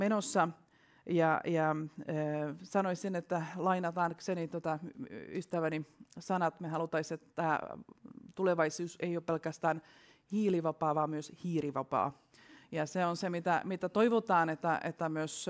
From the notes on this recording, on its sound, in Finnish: ÄLY2022-tapahtuma järjestettiin 12.5.2022 hybridimuotoisena kutsuvierastilaisuutena Pikku-Finlandiassa sekä kaikille avoimena online-tapahtumana. Tämä jakso on myös historian ensimmäinen ÄLYcast LIVE -taltiointi.